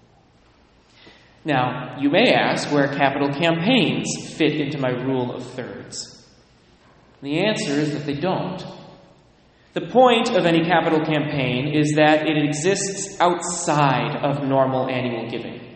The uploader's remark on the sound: Delivered at various churches on various weekends